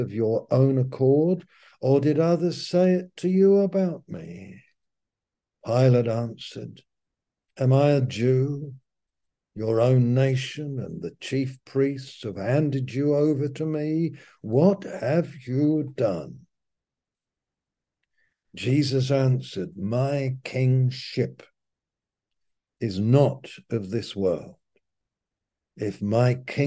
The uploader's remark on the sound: Malaysia Meets (Zoom)